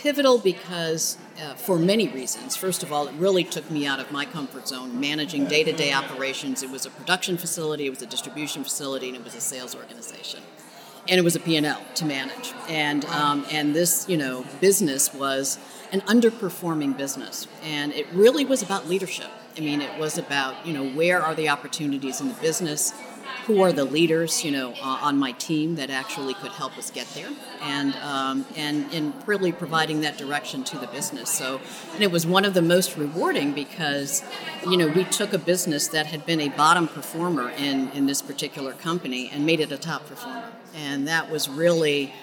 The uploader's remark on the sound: This episode was recorded at the 2023 Outstanding Mother Awards in New York City